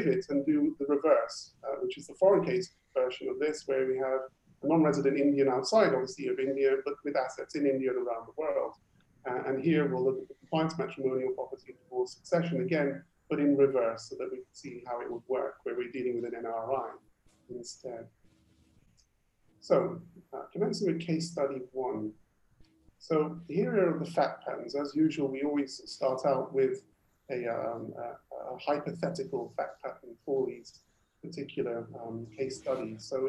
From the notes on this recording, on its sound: Webinar audio recording dated 20 May 2020.